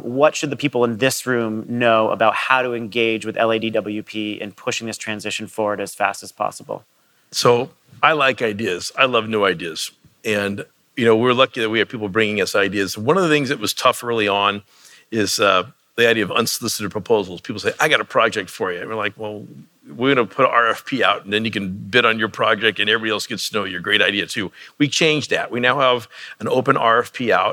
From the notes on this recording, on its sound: This week, we dig into those challenges on stage. The conversation was recorded live at the Intersolar North America conference in Long Beach, California.